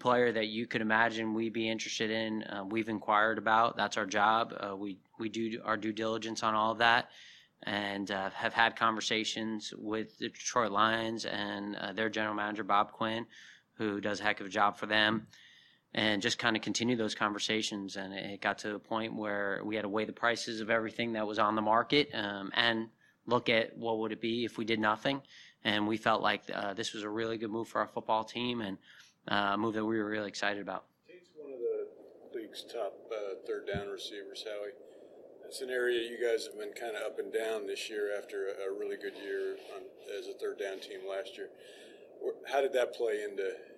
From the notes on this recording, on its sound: Double-header press conferences on this special episode of At the Podium!